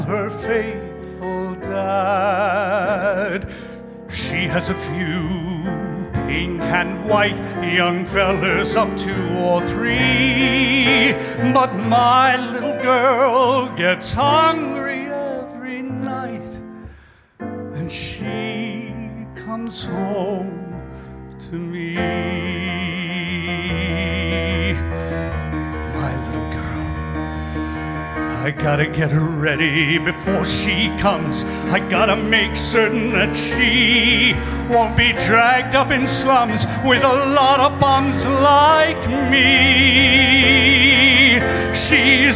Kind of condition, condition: setting, busy venue